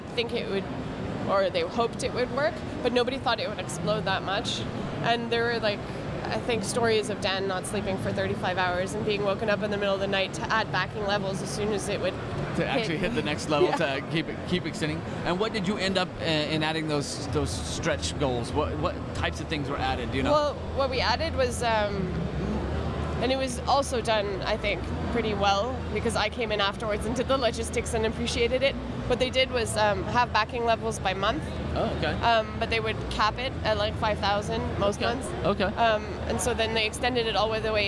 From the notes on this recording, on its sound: Recorded from the 2014 International Consumer Electronics Show in Las Vegas, Nevada.